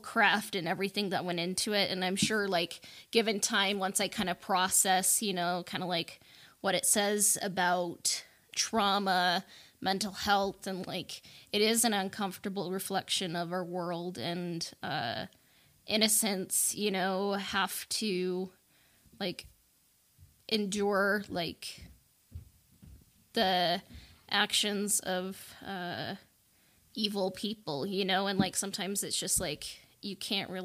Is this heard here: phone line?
no